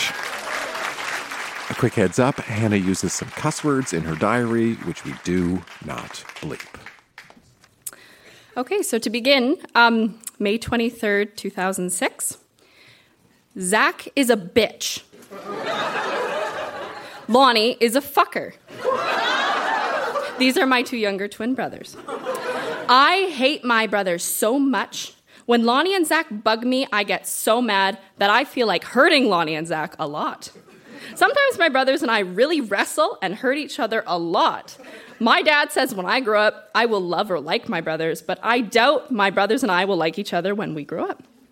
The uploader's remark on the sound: Recorded live at The Artesian in Regina.